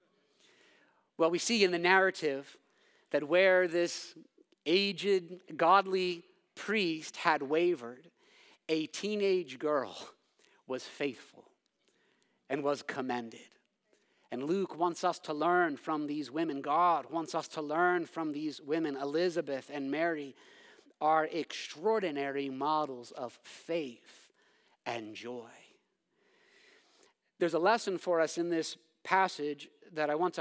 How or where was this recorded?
large echoing room